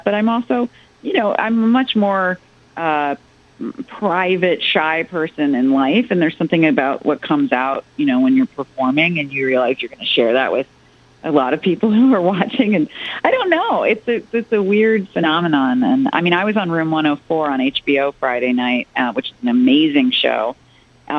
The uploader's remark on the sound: called in on September 22, 2017